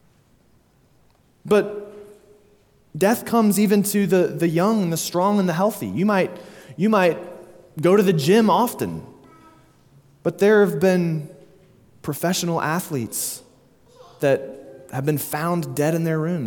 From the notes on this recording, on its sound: Sermon delivered at Immanuel Baptist Church in Springdale, AR